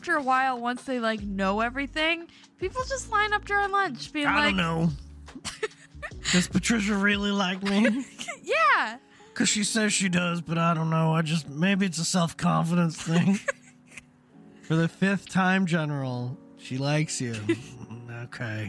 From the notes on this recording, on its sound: Sometimes, it’s just kinda hard to talk in the car. CW: Loud Sound at very end of Podcast.